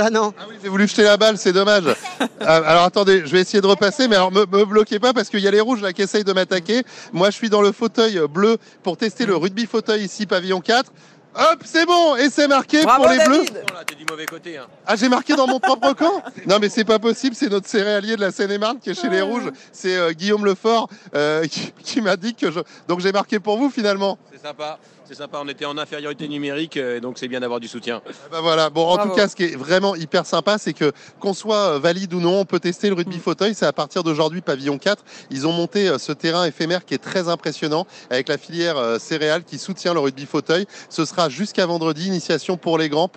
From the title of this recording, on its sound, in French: En direct du SIA